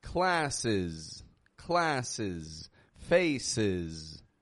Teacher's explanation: When that ES is added, the E sounds like a short I and S sounds like a Z.